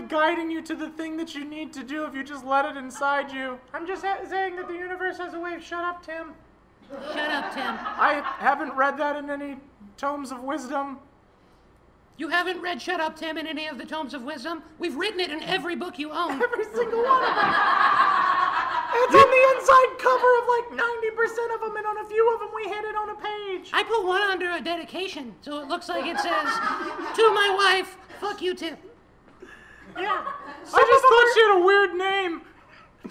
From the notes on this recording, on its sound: Live portions recorded at The Buffalo Room